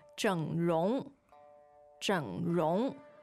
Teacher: Okay, so that's third tone, second tone.